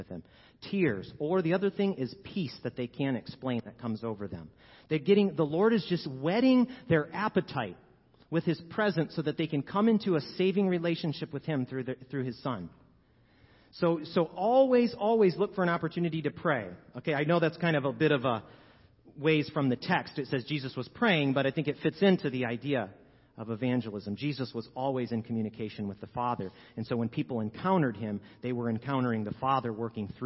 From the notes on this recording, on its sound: 10AM Service. Sermons preached at Church of the Good Shepherd, Maitland, Florida.